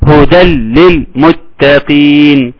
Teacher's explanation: بشيل التنوين واحط اللام واقرا هدل للمتقين · Term: ادغام بغير غنة